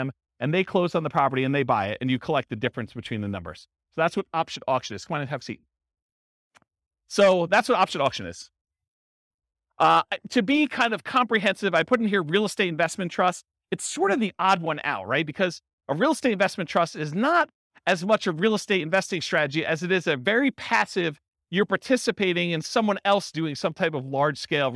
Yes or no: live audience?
yes